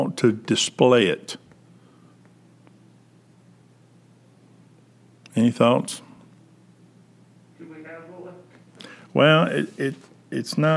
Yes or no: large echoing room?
yes